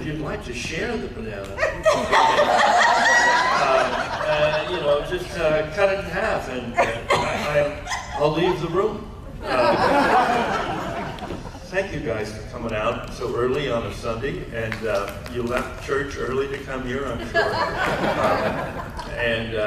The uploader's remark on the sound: panel, Days of the Dead Atlanta, August 29, 2021